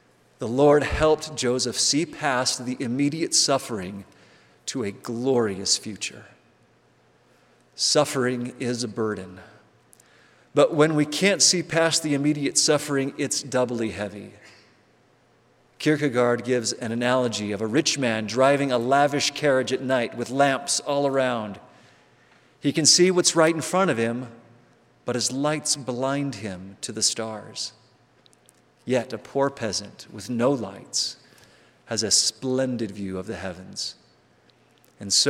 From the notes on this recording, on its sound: On Tuesdays, we'll bring you live devotionals and forum addresses from the BYU campus.